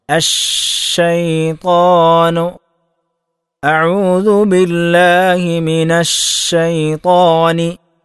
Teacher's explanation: തഫശ്ശിയുടെ ഏറ്റവും അലയായിട്ടുള്ള ഏറ്റവും ഉന്നതമായിട്ടുള്ള ദറജ എന്ന് പറഞ്ഞാൽ ഷീനിന് ശദ്ദ് വരുമ്പോഴാണ്. അതാണ് അശ്ശൈത്വാൻ.